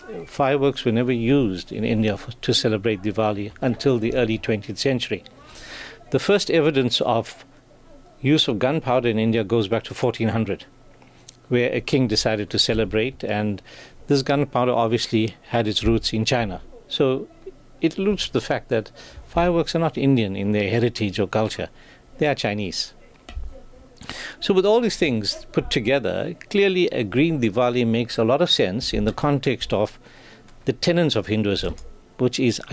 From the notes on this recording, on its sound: Live from the Midlands Diwali Festival.